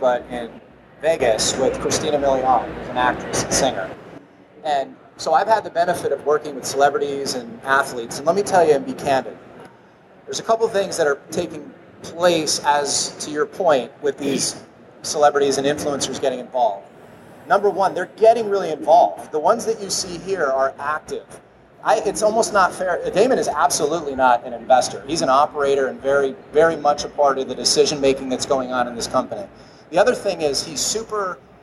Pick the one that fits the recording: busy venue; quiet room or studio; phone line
busy venue